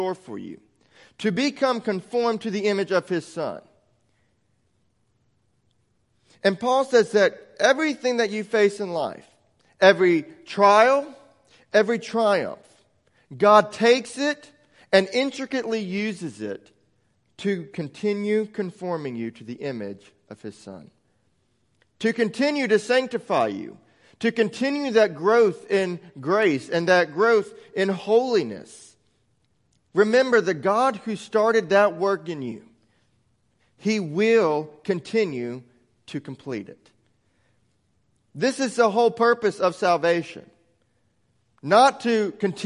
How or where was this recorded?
large echoing room